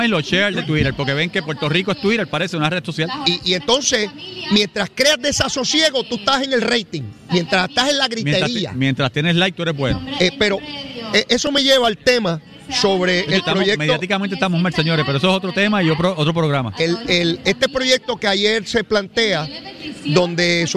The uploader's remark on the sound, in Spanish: en directo desde el Coca Cola Music Hall